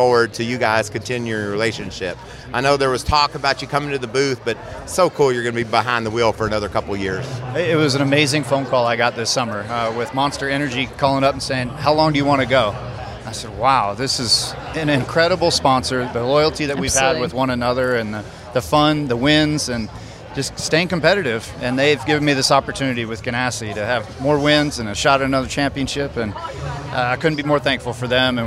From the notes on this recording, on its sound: From the NASCAR Awards red carpet. Live from the red carpet in Nashville!